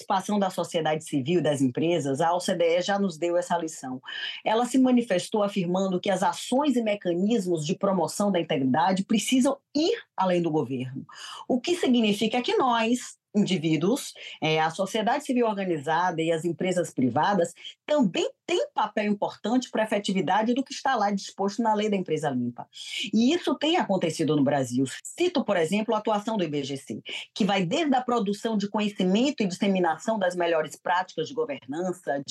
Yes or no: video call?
yes